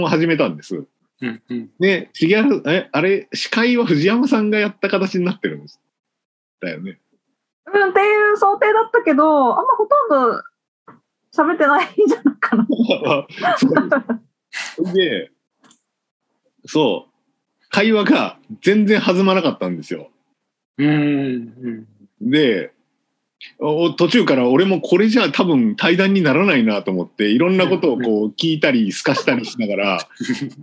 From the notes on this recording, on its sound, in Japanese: みんなでつくる中国山地百年会議 の会員限定で開かれる 市 （オンライン交流会）での公開収録。